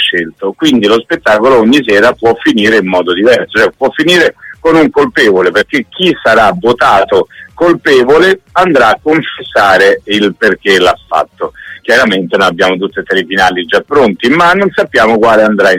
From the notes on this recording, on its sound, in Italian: In occasione dello spettacolo "Forbici e Follia" a Milano. Al telefono. Su RadioDanza.